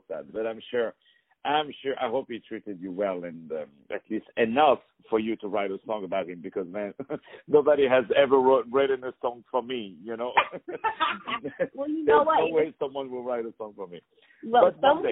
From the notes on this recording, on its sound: On the phone